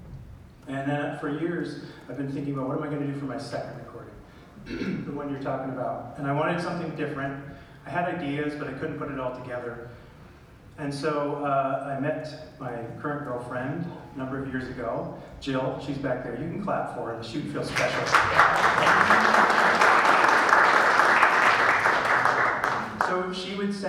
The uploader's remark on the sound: A special live episode taped onstage at the Ashokan Center in Olivebridge, NY. At the inaugural Banjo Weekend.